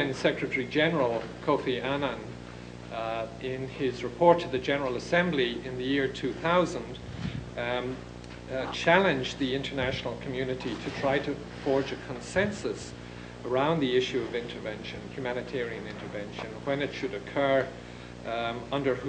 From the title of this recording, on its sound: 2002 Lecture at Stanford